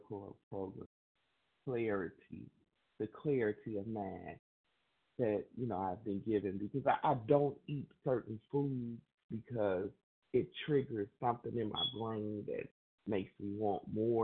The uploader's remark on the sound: from the 100 Pounders Phone Meeting, 12/20/23.